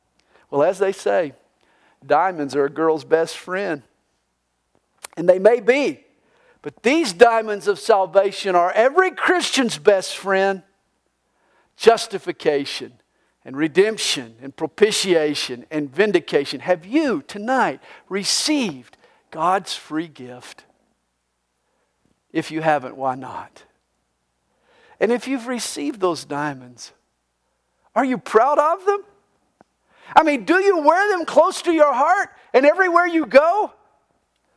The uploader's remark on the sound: This message was recorded live during the Good Friday service at CalvaryCSM located in Lilburn, Georgia.